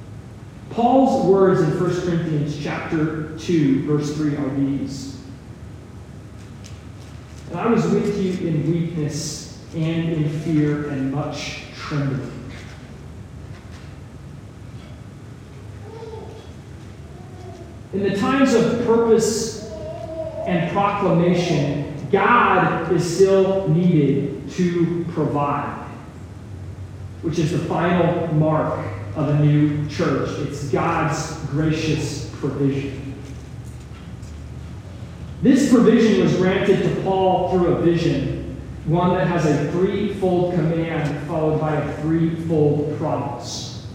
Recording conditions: poor sound quality